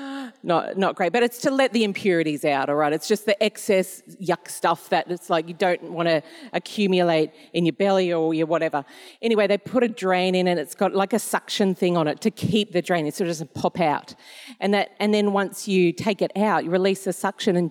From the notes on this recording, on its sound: This was recorded in our 9am service on the 17th of July, 2022